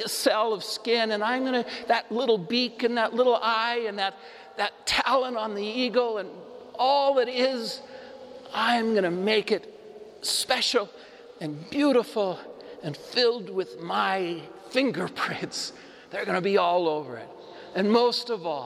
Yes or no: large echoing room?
yes